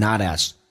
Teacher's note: Not 跟 as 叫 notas，用 t 浊化成 d，在美式发音 notas。